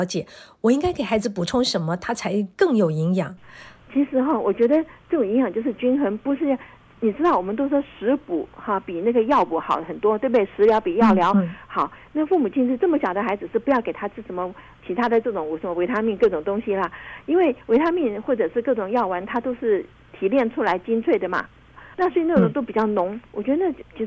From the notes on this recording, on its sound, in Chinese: 因疫情關係，本集節目採電話連線收音，聲音品質請大家包涵。